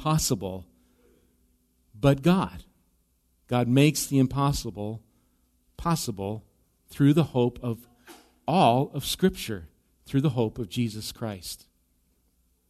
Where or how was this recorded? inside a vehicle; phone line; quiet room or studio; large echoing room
large echoing room